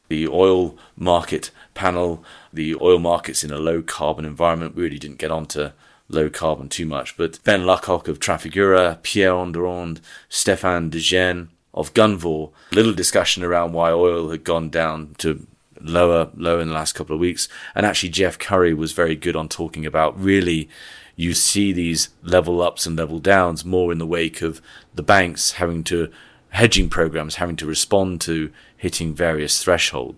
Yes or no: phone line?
no